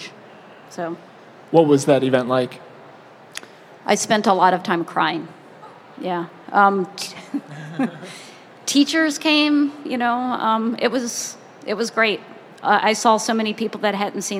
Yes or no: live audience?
yes